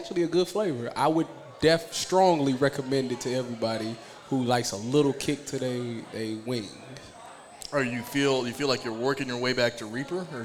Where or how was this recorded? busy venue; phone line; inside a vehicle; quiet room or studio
busy venue